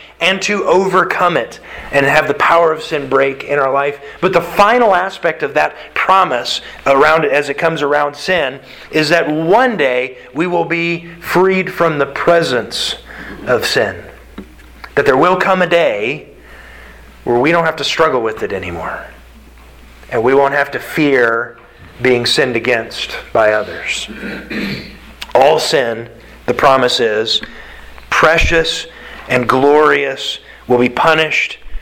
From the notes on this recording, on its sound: Sermon delivered to the Galena Bible Church